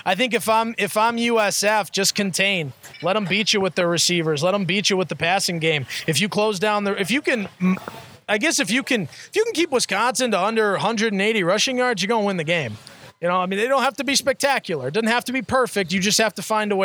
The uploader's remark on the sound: Record the latest edition of the Bulluminati Podcast live at the Patio with two very special guests. For everyone who came out to hang out with us.